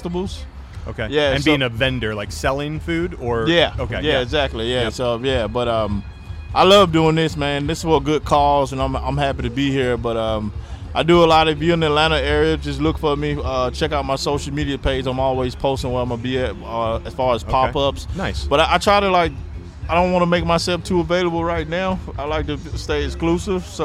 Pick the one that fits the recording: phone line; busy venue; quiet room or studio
busy venue